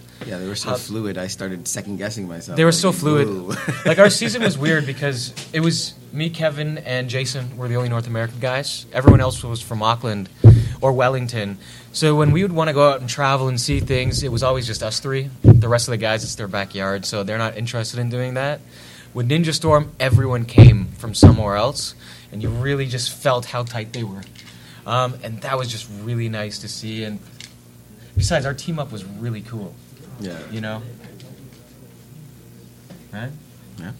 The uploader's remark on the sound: A 2016 Power Rangers Four State Comic Con Panel